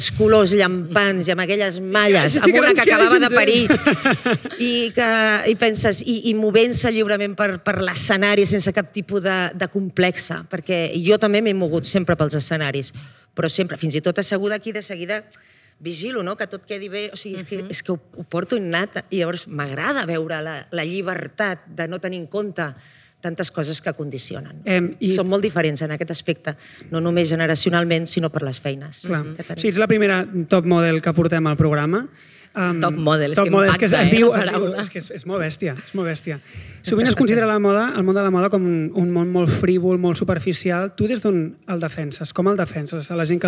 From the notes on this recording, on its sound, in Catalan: Programa en viu des de la jornada de pòdcasts per combatre la pressió estètica organitzada per Ràdio Primavera Sound, el departament d'Igualtat i Feminismes de la Generalitat de Catalunya i l'institut Català de les Dones.